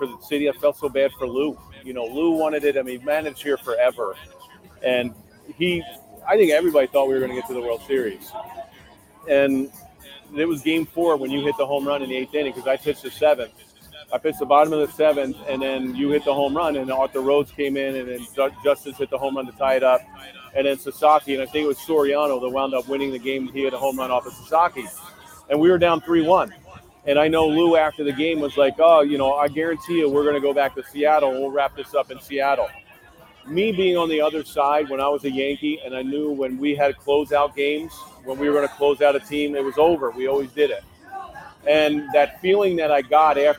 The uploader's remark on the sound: live from T-Mobile Park in Seattle